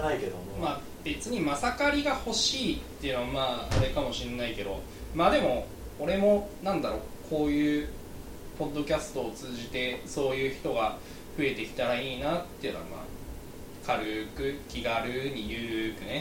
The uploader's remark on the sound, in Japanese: 初めての収録なのでお聞き苦しい点があるかもしれません。